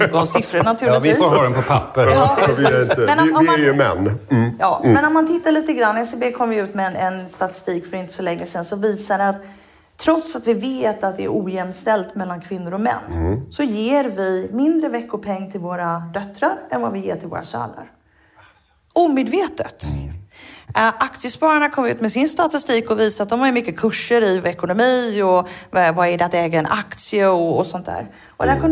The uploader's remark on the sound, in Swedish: Avsnittet har spelats in live